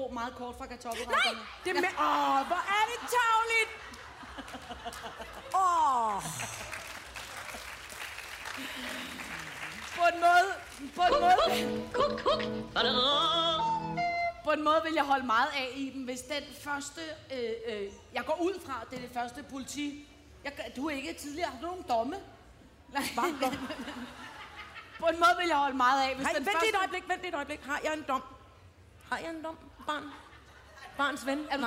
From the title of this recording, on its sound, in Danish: Live fra Skanderborg!